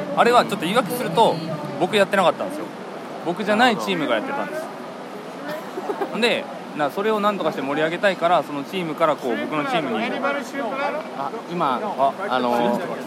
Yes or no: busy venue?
yes